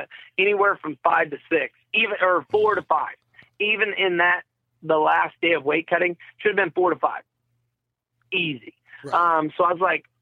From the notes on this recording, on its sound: There's also a wrong number phone call to New Jersey and its gets weird.